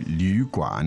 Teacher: It almost feels a bit forced when you pronounce it, which is the trait of a third tone.